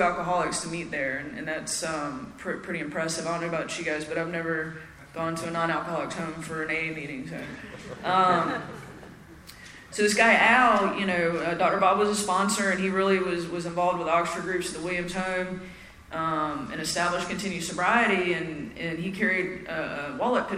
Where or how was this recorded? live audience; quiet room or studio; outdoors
live audience